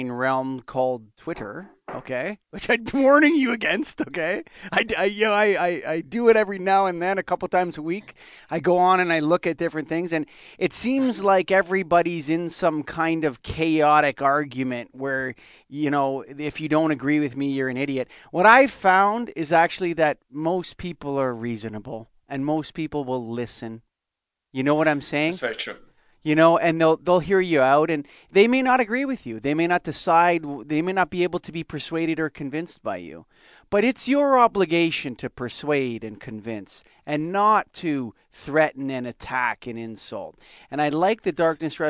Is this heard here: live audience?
no